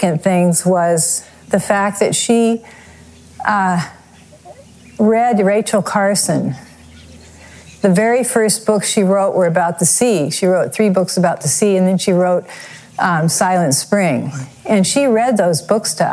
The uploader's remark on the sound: talked on the terrace outside the home we built together in 1971, which sits on top of our original winery